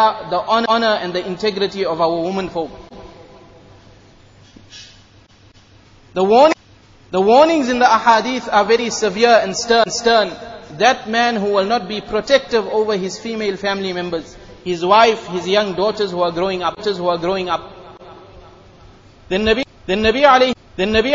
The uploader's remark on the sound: Jumuah lecture at Masjid e Noor